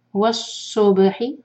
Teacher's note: صاد کو ہیوی کریں گے اس کے بعد با کا قلقلہ